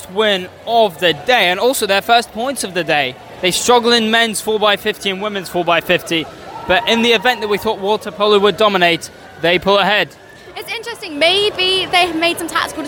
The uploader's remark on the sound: Welcome to St Sidwell's Point and welcome to live coverage of the Ultimate Swim Off - a Movember charity event involving six aquatic clubs: Swimming, Canoe, Surf, Waterpolo, Triathlon and Windiriding!